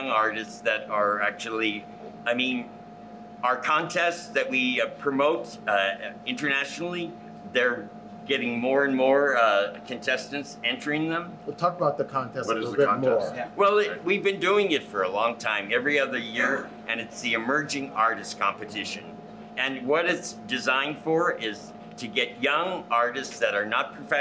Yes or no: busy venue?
yes